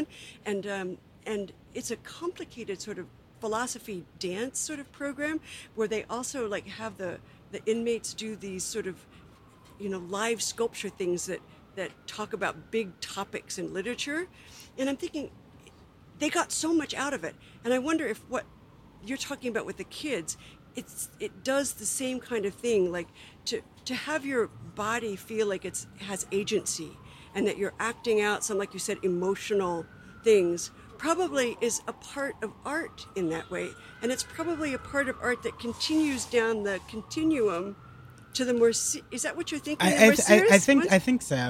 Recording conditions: outdoors